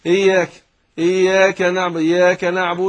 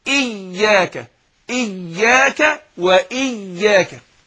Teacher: يبقى ابين الايه الكسر اللي في الهمزه فاقول اياك، والياء مشدده فاقول اياك. انا يعني نحذر من عدم تشديد الياء · Shown in: second take